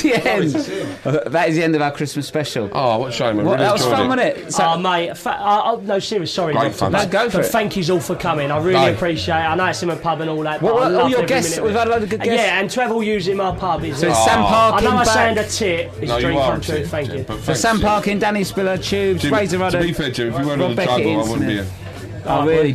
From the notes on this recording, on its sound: Pub in Crayford was always going to be difficult to contain. Thankfully, we managed to piece together something vaguely resembling a podcast but most of it was completely un-broadcastable. Honestly, it was like herding (inebriated) cats.